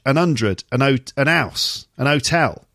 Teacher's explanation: We do pronounce H after saying so 100, a house, a hotel. But you might just turn it into an and then drop the H.